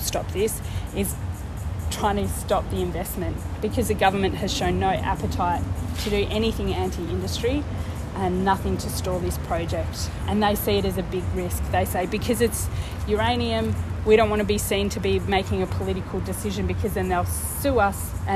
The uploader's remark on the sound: speaking outside the Deep Yellow AGM in Perth